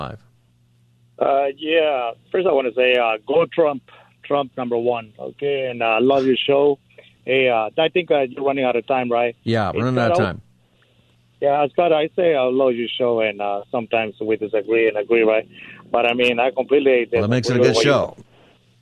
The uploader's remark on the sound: Open Phone Friday Continues! Continues to take your calls for Open Phone Friday!